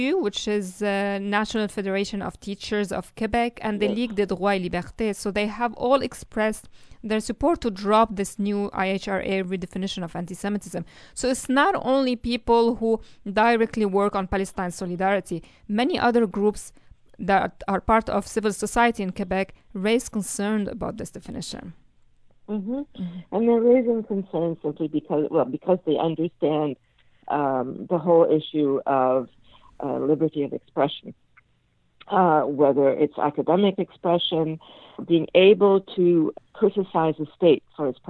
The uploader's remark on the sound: I had with me on the phone.